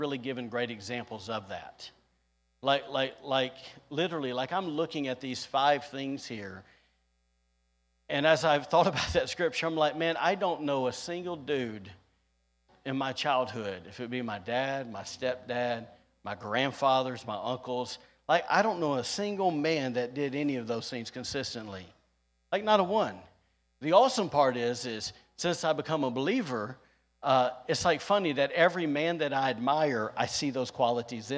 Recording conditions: large echoing room